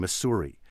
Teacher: It was pushing for those two S's in the middle to be pronounced sibilantly, the hissing S, rather than the Z sound, the soft sound.